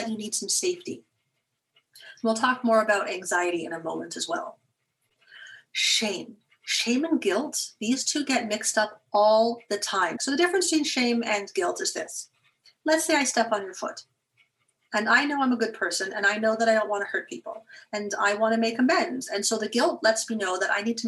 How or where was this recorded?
video call